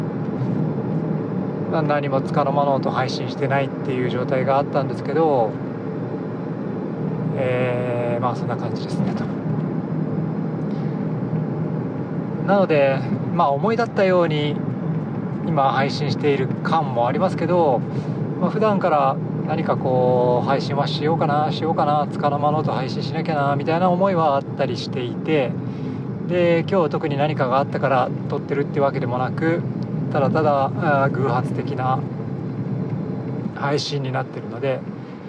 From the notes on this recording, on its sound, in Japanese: iPhoneで録音